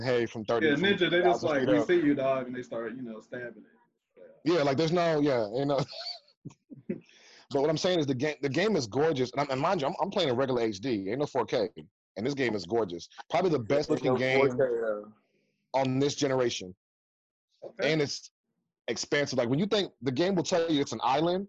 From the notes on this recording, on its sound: Testing out the zoom while we talk business as usual.